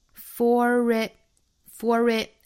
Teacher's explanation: for 的这个 r 需要和 it 连读，变成 r 的发音 for it, for it, it 特省读。For it becomes your destiny.